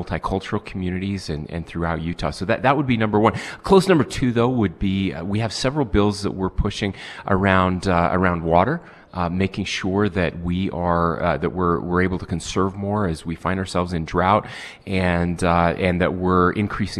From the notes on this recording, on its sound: We broadcast live from the state capitol in Salt Lake City